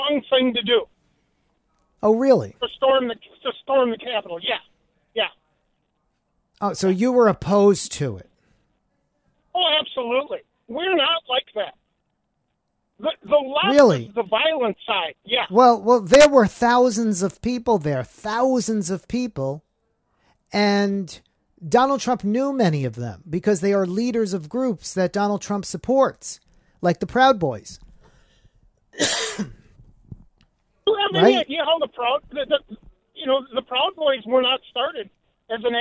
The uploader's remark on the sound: Called in to my SiriusXM radio program.